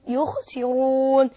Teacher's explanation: وبعد كده قلت وإذا كلوهم أو وزنوهم يخسرون، وكلمة يخسرون هنا الراء مضمومة، فطالما مضمومة تفخم الراء يبقى نقول يخسرون لا نقول يخسرون في قراءة الإمام ورش، لكن أنت تقرأ بقراءة الإمام حفص فنقول يخسرون.